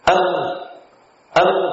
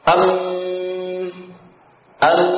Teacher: Nah, demikian mim sukun, ya, mim keluar dari kedua bibir. Nah, bersamaan dengan kedua bibir kita terkatup, maka bersamaan pula suara ghunnah dari khayshum itu keluar · Shown in: second take · Nah, dari dua perkara inilah membentuk suara mim yang fasih.